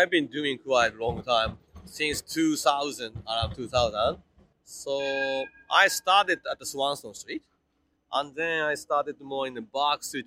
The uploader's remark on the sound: Interview recorded on September 23, 2023 (Swanston Street, Melbourne Central Business District)